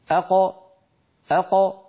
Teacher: قد انفتح المخرج وخرجت القاف الساكنة المقلقلة بالتباعد بين طرفي عضو النطق لا بالتصادم. الأصل أن تخرج بالتصادم، لكن لو فعل العرب ذلك لحصل هذا الإزعاج، فبفطرتهم أخرجوا هذه الخمسة بالتباعد بين طرفي عضو النطق دون أن يصاحب ذلك شائبة حركة، لا فتحة ولا ضمة ولا كسرة.